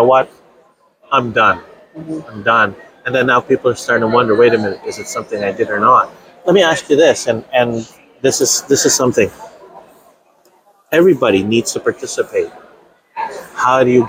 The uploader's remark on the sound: live at ADA Smilecon 2022